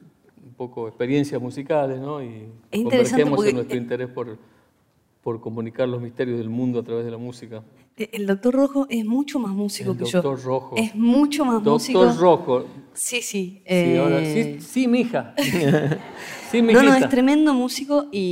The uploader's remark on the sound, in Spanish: Este es un episodio especial de Aprender de Grandes que grabamos con audiencia en vivo en el auditorio del Centro Cultural de la Ciencia en Buenos Aires.